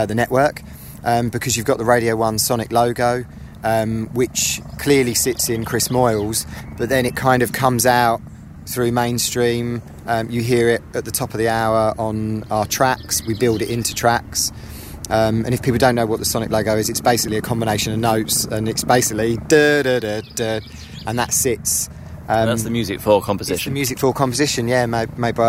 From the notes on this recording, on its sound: we recorded early on Friday morning in a stiff breeze in Regents Park, London